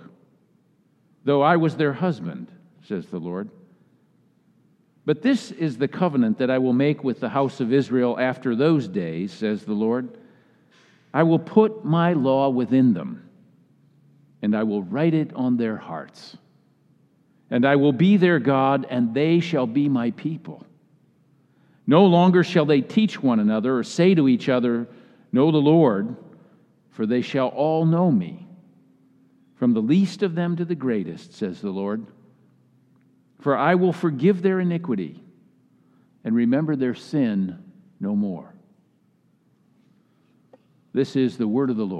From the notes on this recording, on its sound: Message delivered during the Classis Worship service.